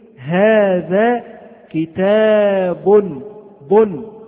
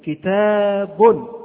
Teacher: وأنت حينما تقول هذا كتاب تسمع صوتا، هو صوت النون، كتاب، هذا يسمى تنوين. · Term: التنوين